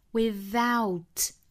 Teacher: th 舌头伸出来去碰触上齿